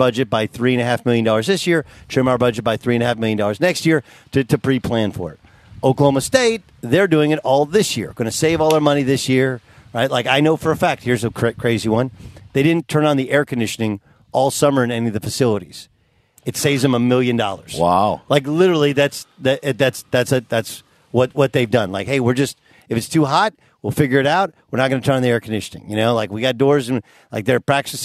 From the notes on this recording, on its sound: live from Rams Training Camp in Irvine, CA!